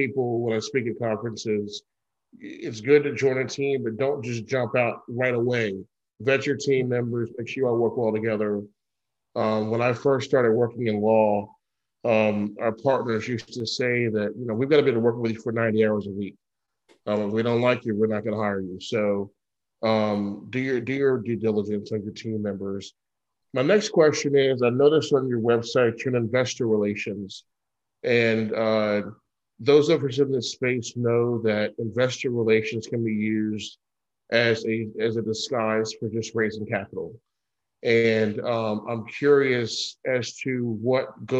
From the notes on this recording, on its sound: Investors Gallery is a live Zoom open to the public. Through this live zoom conference anyone can asks questions about their own investments, legal advice, or opportunities!